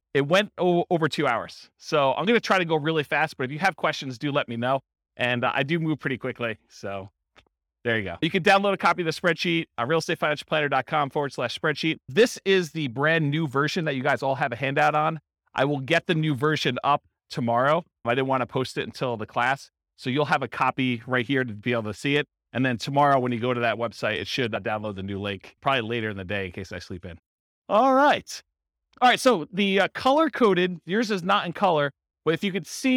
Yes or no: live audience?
yes